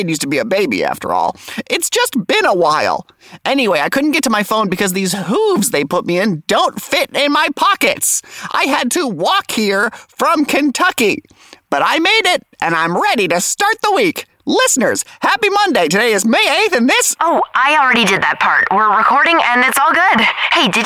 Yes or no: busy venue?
no